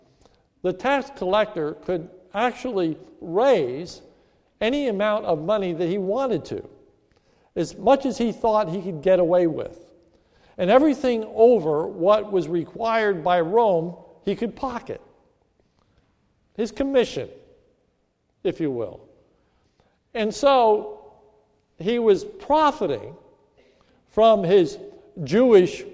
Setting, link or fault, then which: setting, large echoing room